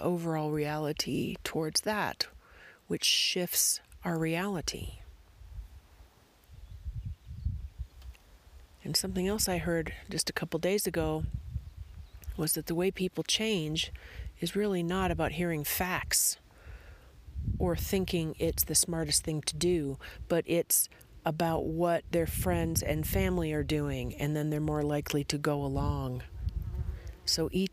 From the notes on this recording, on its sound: Recorded in a National Forest in eastern Arizona.